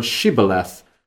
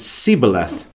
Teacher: the Gileadites pronounce this word Shibboleth, with the SH sound. But the Ephraimites could not pronounce the SH sound. They pronounced it Sibboleth.